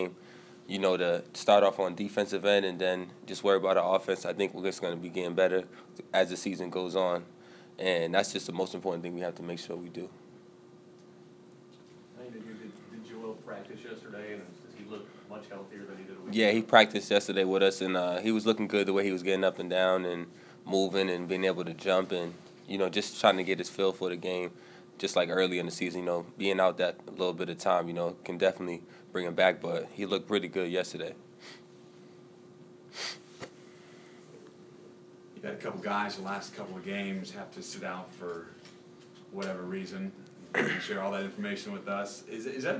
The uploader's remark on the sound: Press Conferences & Post-Game Interviews